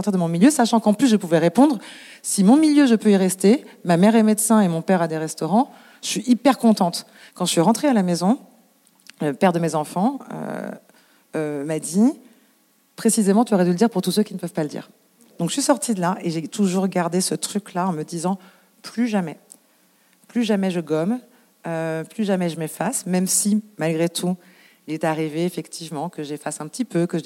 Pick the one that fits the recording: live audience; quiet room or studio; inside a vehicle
live audience